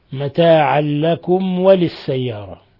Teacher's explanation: ميم ساكنة جاء بعدها الواو، إظهار شفوي بل هو من أشد حالات الإظهار الشفوي